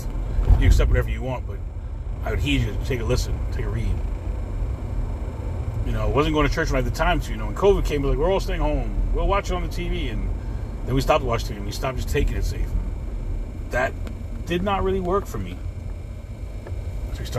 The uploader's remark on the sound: CarCast